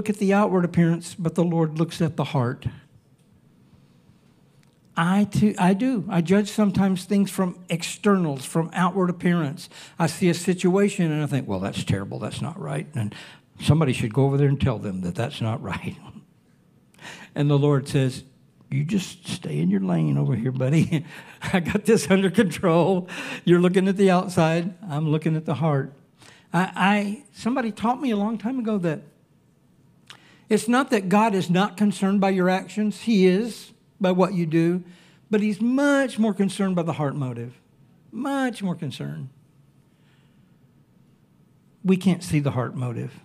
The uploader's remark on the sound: Recorded Sunday evening service at Reunion Hawaii